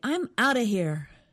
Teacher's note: I noticed they said out of quickly. So it almost sounds like one word, outa.